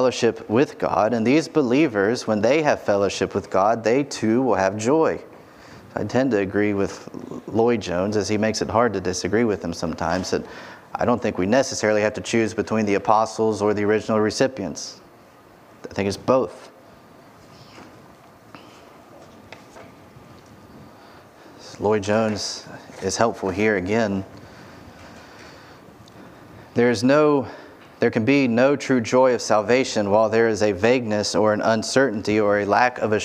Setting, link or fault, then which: setting, large echoing room